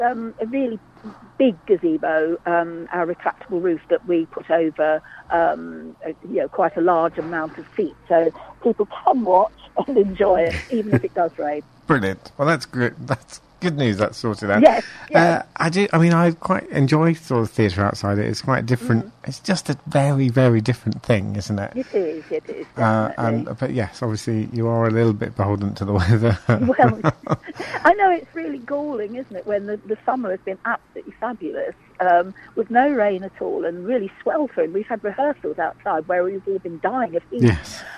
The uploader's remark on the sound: joined on the phone